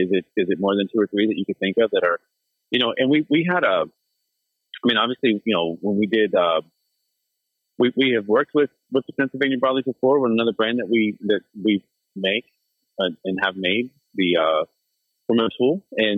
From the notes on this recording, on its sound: a special phone interview